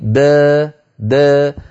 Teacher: هداني أيتها الأخت يقرأها ورش بالإمالة الصغرى